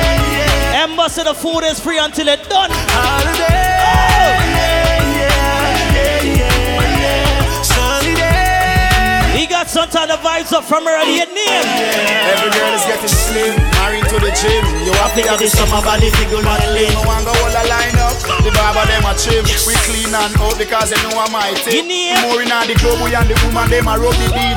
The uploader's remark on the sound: BRRRP BBQ 2023 LIVE AUDIO